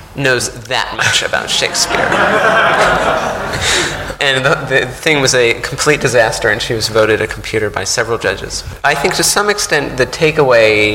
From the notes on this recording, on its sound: Recorded live at the Bristol Festival of Ideas at the Arnolfini Centre earlier this year.